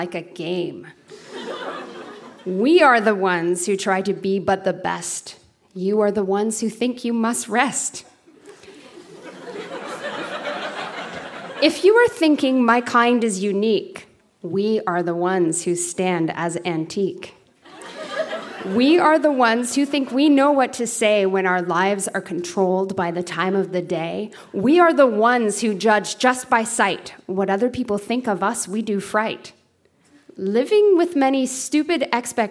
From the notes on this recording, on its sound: Recorded live at The Spice Factory in Hamilton.